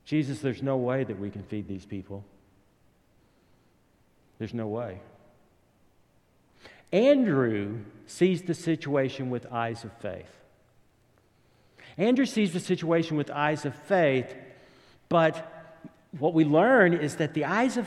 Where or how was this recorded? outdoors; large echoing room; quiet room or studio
large echoing room